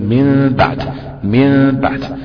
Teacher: بقلبها إلى ميم مغنونة، مغنونة يعني مش كاملة الإطباق، يعني ما ينفعش أطبقها تمام، وده بيختلف الإقلاب ده، الحكم